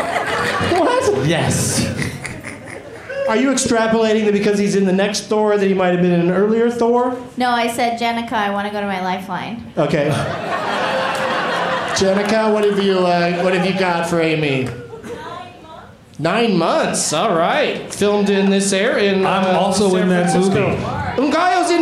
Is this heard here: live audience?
yes